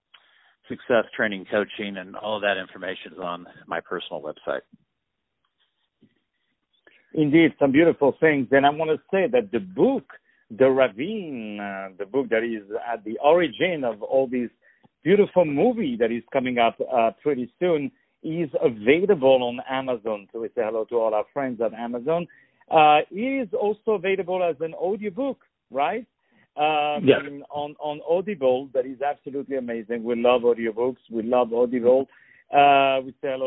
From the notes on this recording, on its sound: On the phone. The Culture News.